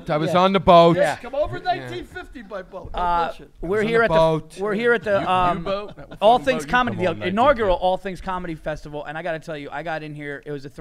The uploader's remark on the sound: FROM THE ALL THINGS COMEDY FESTIVAL IN PHOENIX